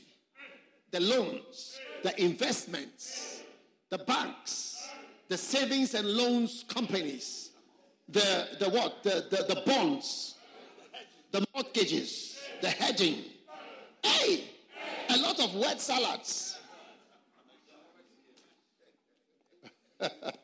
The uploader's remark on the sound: Preached at a Healing Jesus Pastors' conference in Francistown, Botswana